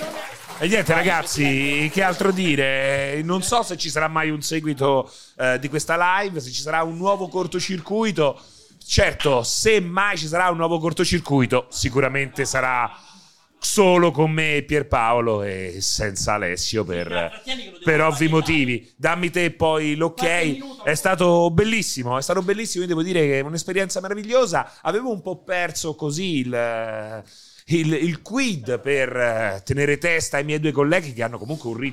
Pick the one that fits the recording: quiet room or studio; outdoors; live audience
live audience